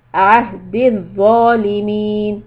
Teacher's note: The ha has a sukoon deep from the chest.